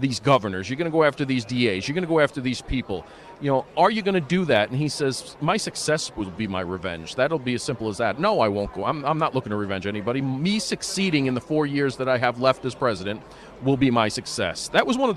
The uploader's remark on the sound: Does his show live at CPAC.